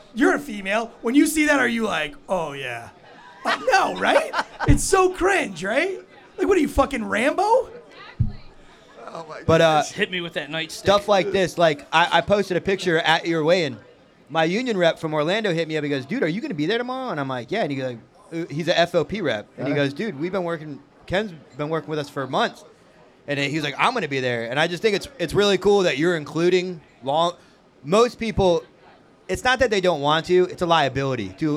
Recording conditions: busy venue